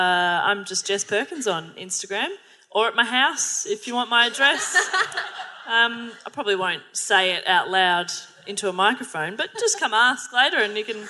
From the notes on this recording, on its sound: LIVE from Howler Bar in Brunswick